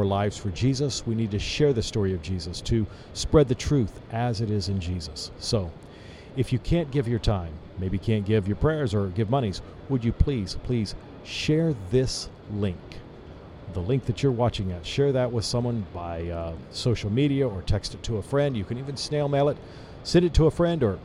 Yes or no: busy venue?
yes